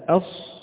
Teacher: مراتبها تكون درجة الصفير أقوى في الصاد وهذا واضح، ثم الزاي ثم السين